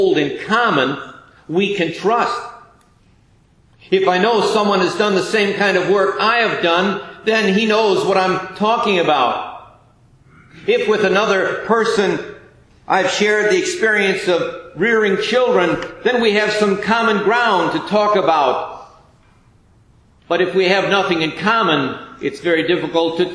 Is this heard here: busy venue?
no